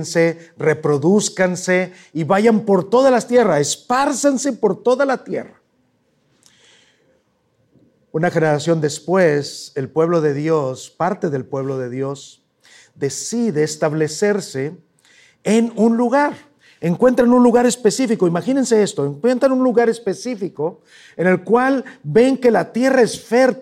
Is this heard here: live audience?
yes